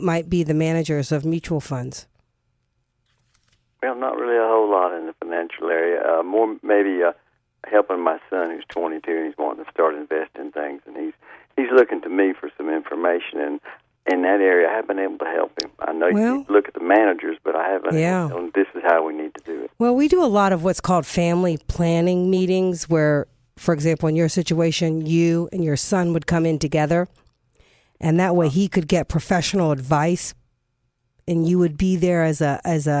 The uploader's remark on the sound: call-in show